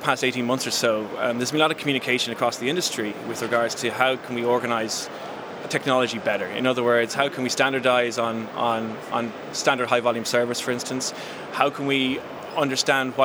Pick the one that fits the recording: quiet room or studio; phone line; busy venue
busy venue